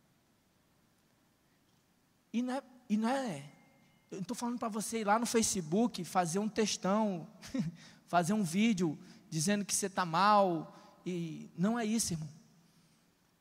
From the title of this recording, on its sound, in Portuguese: CONFERÊNCIA CONEXÃO DINAMUS AO VIVO 22.08.2021 - NOITE